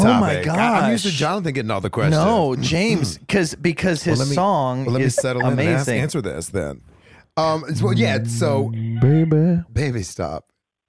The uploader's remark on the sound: The Listener Call-In Episode. Talking to listeners on live calls.